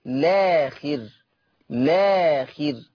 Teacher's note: ولو بدأت باللام مباشرة، يعني حذفت همزة الوصل وبدأت باللام، ماليش الا القصر فقط، لاخر لاخر، هكذا.